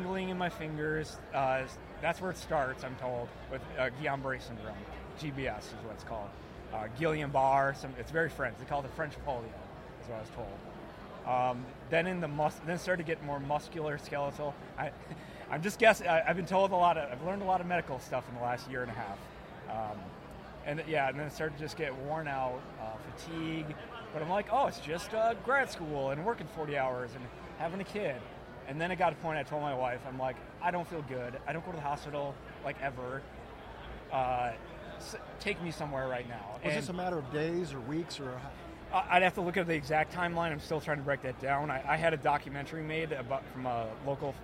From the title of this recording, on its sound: Podcast at AmFest